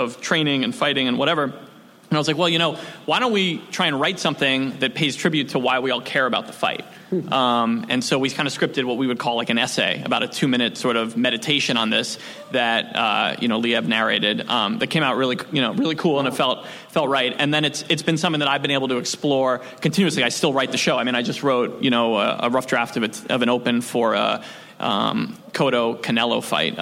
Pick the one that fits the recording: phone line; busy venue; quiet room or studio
busy venue